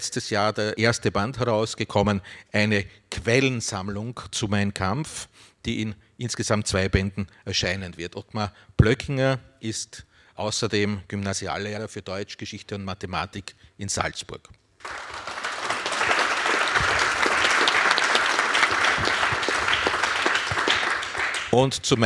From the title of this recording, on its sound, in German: Lesung und Diskussion in der Roten Bar des Volkstheaters